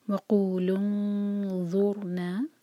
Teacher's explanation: را ساکن ہیوی ہوگا کیونکہ اس سے پہلے ضمہ ہے